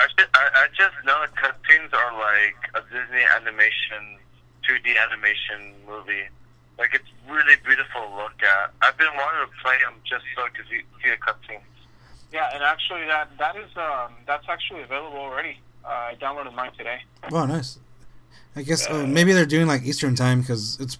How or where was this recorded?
phone line